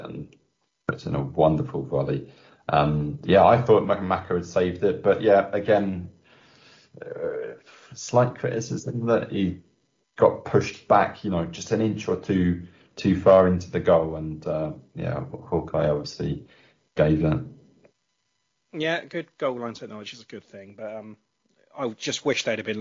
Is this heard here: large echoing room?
no